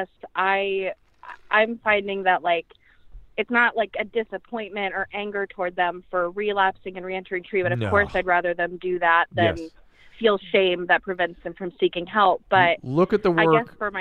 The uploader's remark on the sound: We just started taking live calls and speaking with listeners. We then take some live calls.